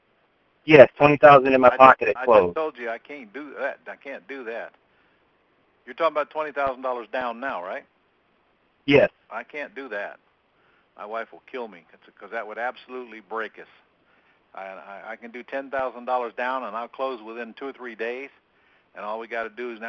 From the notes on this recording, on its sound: Q&A Call